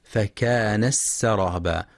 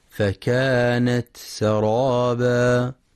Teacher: ينتبه القارئ برواية حفص لإظهار التاء وهمسها وعدم إدغامها مع السين · Shown in: second take · فلا يقرأ فكان السرابا وإنما فكانت سرابا.